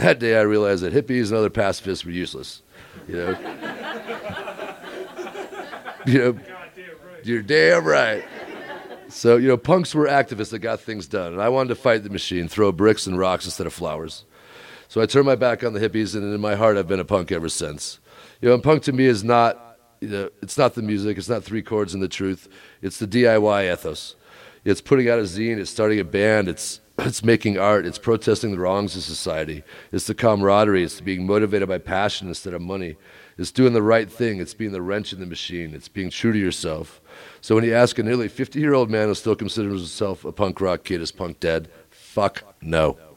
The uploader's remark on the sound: The acoustics—as you'll hear in a minute—were terrible for recording. That tiny crowd, with their cheers echoing off the walls, sounded enormous. I decided that the quality of the audio was too poor for the podcast.